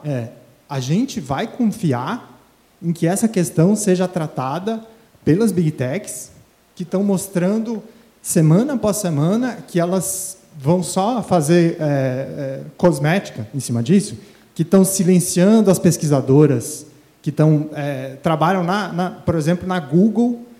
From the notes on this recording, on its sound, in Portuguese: Esse episódio especial do Tecnopolítica foi gravado ao vivo. No Tucarena. Fez parte do Diálogos Fundasp.